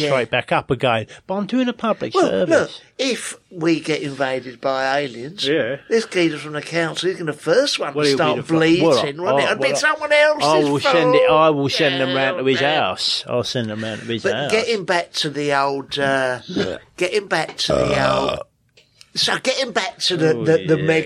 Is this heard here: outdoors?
no